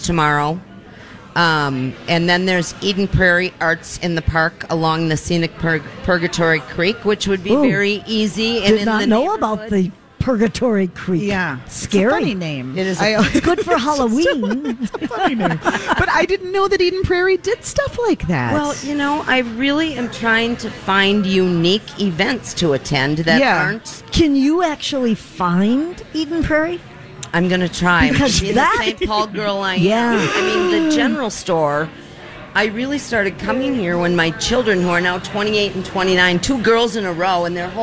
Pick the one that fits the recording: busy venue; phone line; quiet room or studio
busy venue